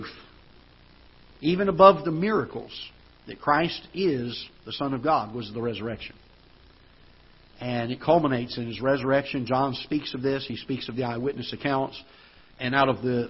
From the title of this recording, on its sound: Ketha Heights Baptist Church ~ Live Broadcast